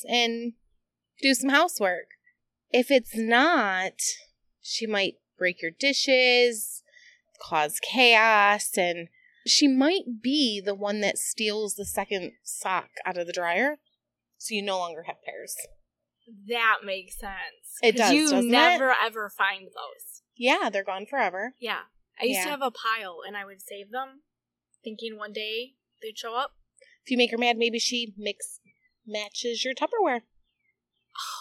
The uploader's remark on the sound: Sound quality may be off, please forgive us.